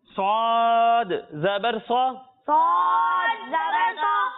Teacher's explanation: جب ہم سواد کی ادائیگی کریں گے تو اس میں بھی سیٹی کی آواز آئے گی، لیکن اسے ہم موٹا کر کے پڑھیں گے